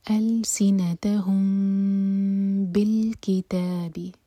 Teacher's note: أَلْسِنَتَهُمْ بِالْكِتَابِ، أَلْسِنَتَهُمْ کا جو میم ہے اس کے اوپر کوئی حرکہ نہیں ہے، اس کے بعد ہے با، تو یہ ہے اخفاء شفوی. ہم میم کو ہولڈ کریں گے لیکن ہوٹوں کو ٹائٹ بند نہیں کریں گے، اور پھر با پڑھیں گے تو پڑھا جائے گا ألسنتهم بالكتاب.